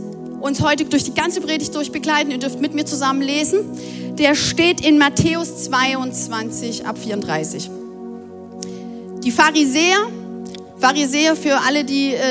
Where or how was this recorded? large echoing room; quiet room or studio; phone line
large echoing room